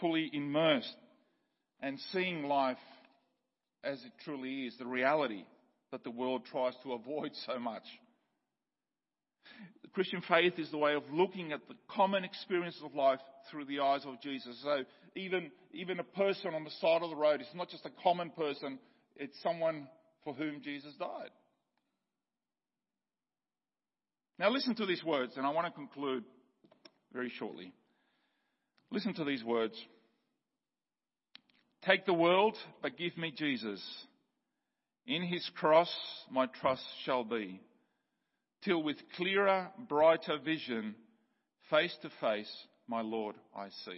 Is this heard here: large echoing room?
yes